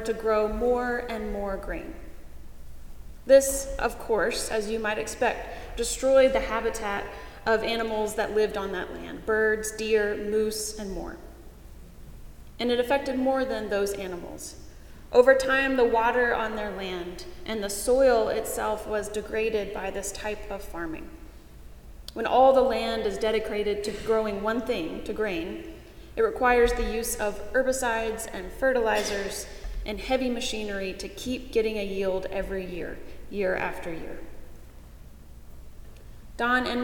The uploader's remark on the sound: Paul's Episcopal Church in Winston-Salem, NC